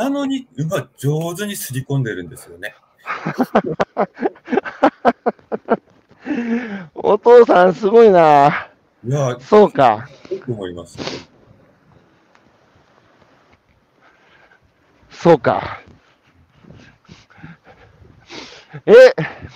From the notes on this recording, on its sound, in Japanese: 歩きながら1時間、対談する